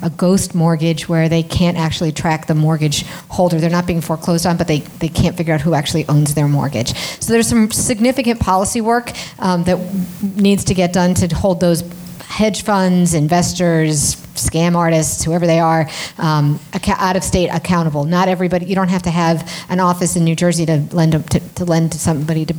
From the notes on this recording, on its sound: Recorded at the New Jersey Performing Arts Center on October 14, 2016.